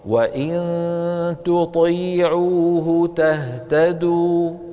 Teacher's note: تاء مرققة شو بعدها طاء مفخمة